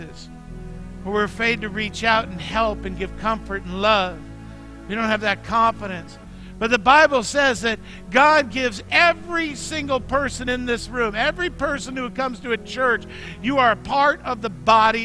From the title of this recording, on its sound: Mt. Zion Church Live!